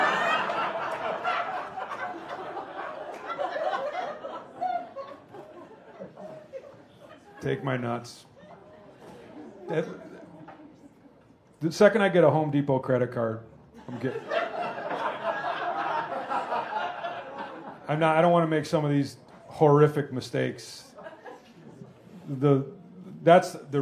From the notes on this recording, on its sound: Recorded live from the Green Mill in Chicago.